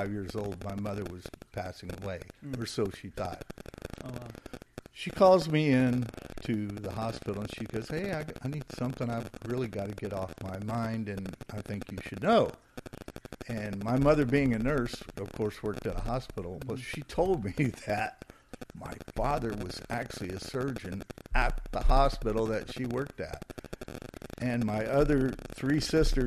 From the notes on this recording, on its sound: Sorry for the static on this episode.